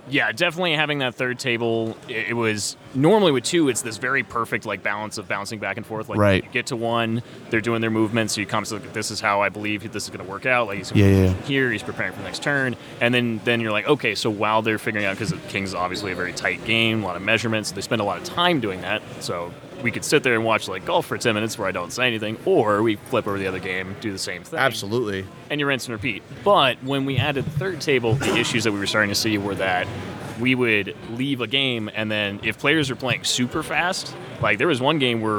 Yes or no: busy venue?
yes